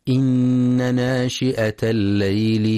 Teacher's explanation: ينتبه القارئ لتحقيق همزة ناشئة في رواية حفص، فلا يقرأ ناشية بالإبدال